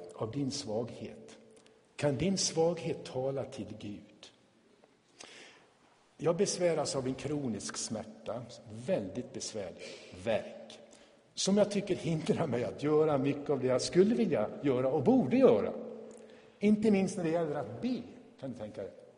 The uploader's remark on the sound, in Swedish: Inspelad i Tabernaklet i Göteborg 2017-05-21.